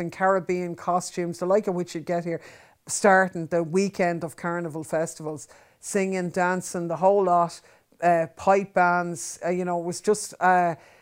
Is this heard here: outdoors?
no